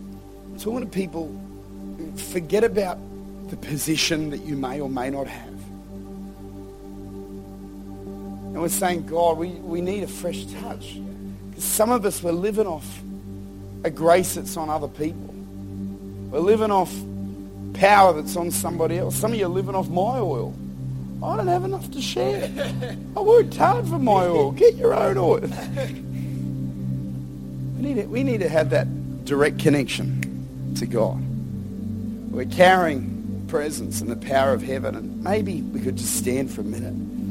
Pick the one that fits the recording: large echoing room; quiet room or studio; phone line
large echoing room